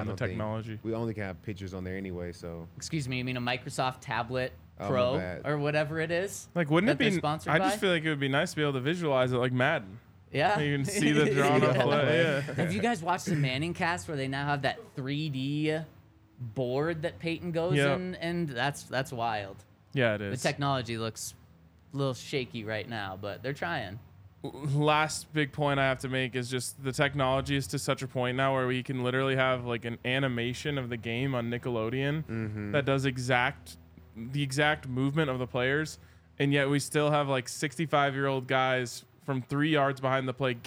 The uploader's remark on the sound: coming to you LIVE from the DNVR Bar